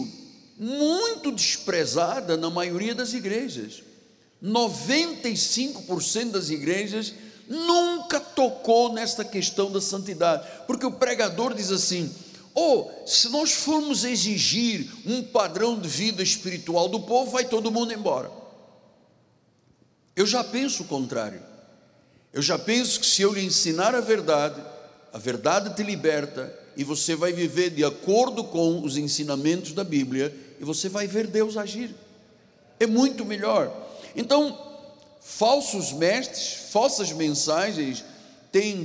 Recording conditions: large echoing room